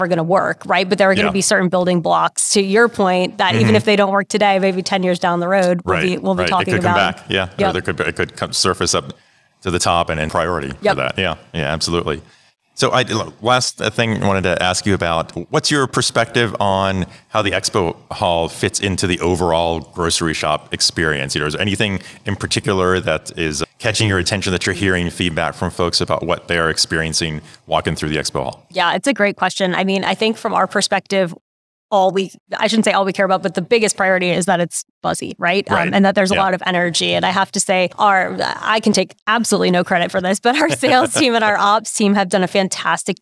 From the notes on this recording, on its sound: We’re bringing you 6 great interviews recorded live and in-person at Groceryshop in Las Vegas, NV.